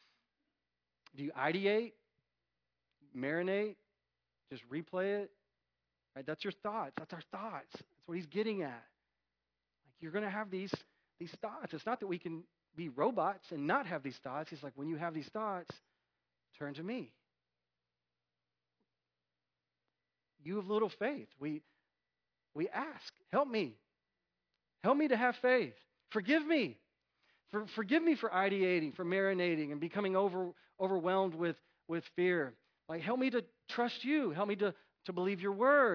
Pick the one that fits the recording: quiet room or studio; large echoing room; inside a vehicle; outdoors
large echoing room